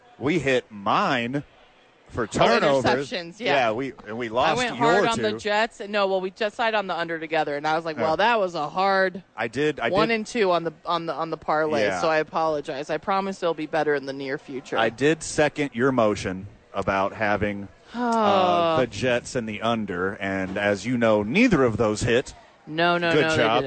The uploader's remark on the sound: live from Isotopes park.